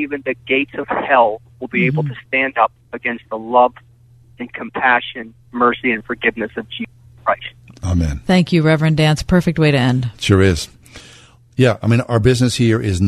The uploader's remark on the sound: go to the phones